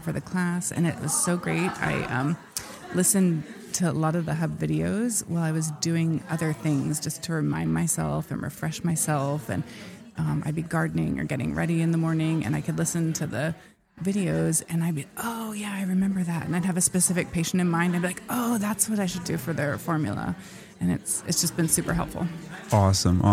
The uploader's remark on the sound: LIVE From Harmonize. Listen in to interviews from participants at the TCM Hub flagship program Harmonize in Charlotte, NC.